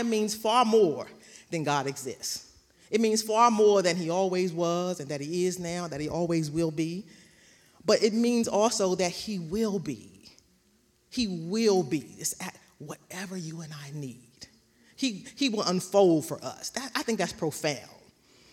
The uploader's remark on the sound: recorded live on October 31st, 2021 at Newark United Pentecostal Church.